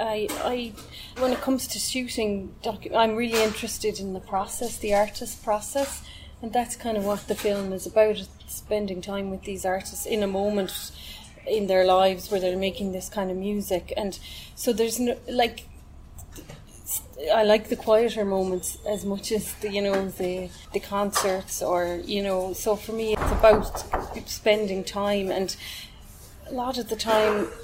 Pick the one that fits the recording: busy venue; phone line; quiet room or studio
busy venue